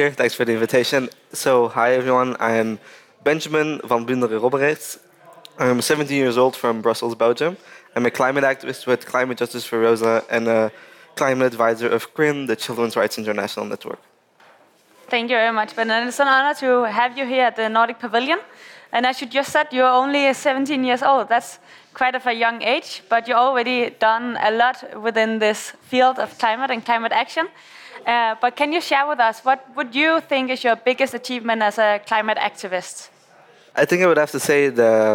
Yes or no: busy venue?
yes